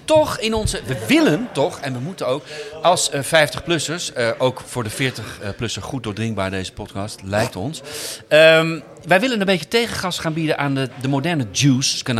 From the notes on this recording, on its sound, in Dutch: De podcast wordt live opgenomen in café Eik en Linde , te Amsterdam.